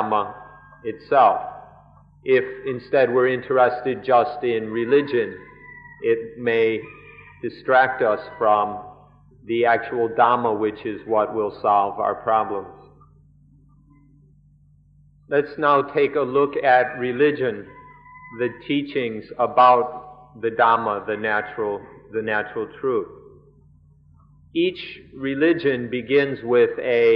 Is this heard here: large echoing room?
yes